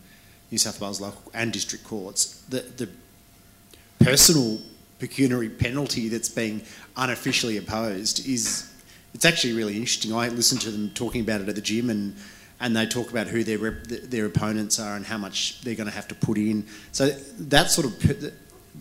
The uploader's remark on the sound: Welcome to a special "recorded live" episode of the wigs! The Wigs were invited to attend and live record an episode at the Australian Criminal Law Congress 2023 in Byron Bay. To live record the episode before an audience of lawyers from across Australia.